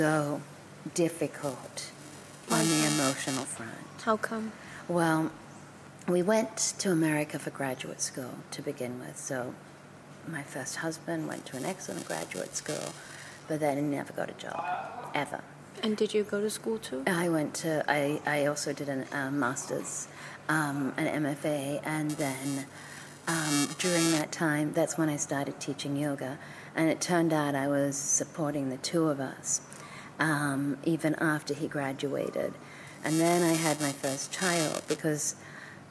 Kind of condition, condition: fault, background noise